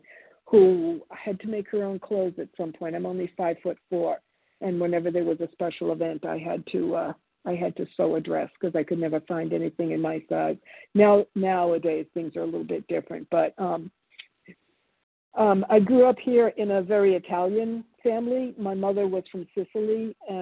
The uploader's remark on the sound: 100 Pounders Phone Meeting.